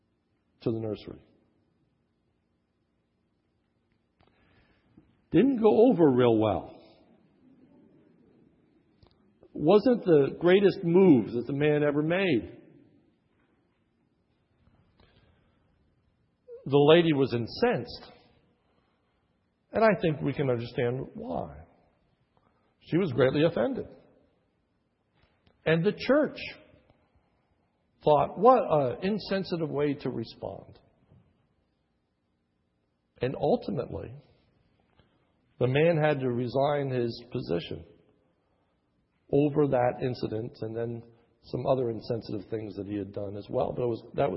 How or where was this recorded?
large echoing room